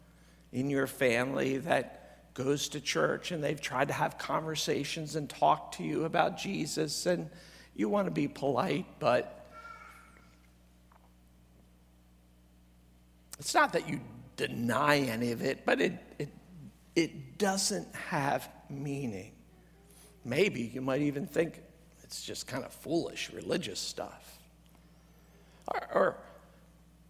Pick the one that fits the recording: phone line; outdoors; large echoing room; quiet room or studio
large echoing room